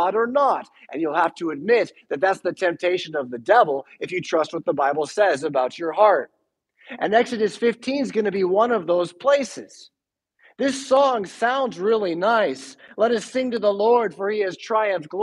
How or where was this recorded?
large echoing room